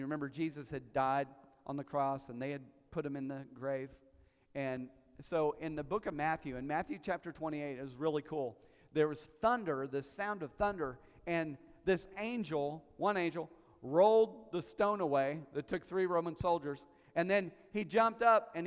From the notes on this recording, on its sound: We sat down as a family and did a panel live at Vision Church on Easter Sunday.